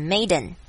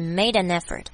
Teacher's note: 可以有连音 made 跟 an 变成 maiden